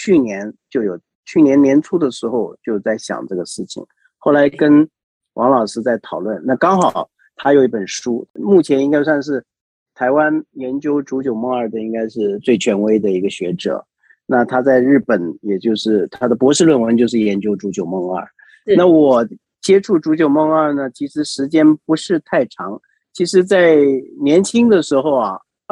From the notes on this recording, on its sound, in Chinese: 本集採線上錄製